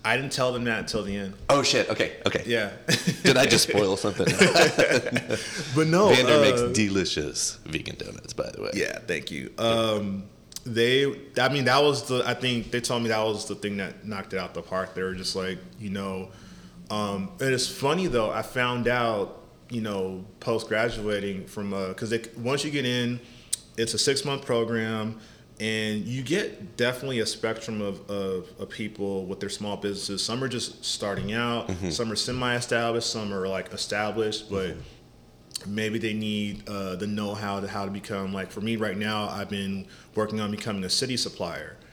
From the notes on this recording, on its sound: We recorded this podcast at Whack Donuts in the Embarcadero in January 2024.